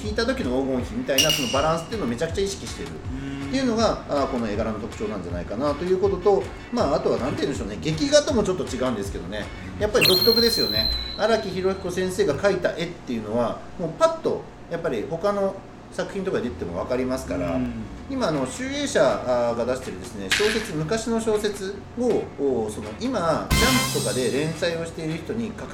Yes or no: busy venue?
yes